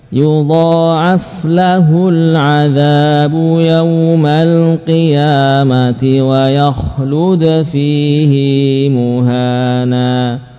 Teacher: Tidak terpenuhi keadaan yang di syaratkan, yaitu diapit oleh dua huruf berharokat. Nah, namun dalam ayat ini kalimat fihi oleh hafiz dibaca dengan memanjangkan